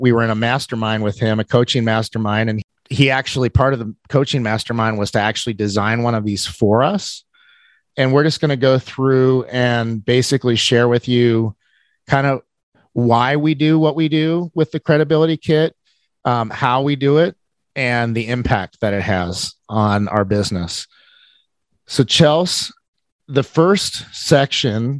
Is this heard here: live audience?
no